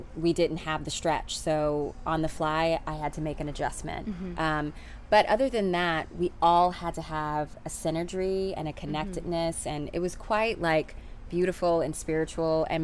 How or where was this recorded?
busy venue